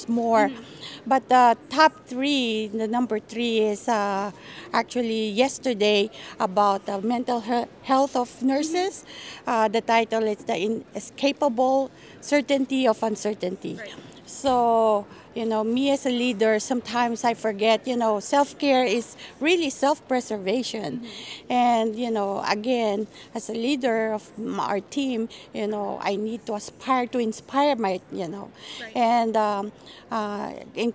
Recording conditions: busy venue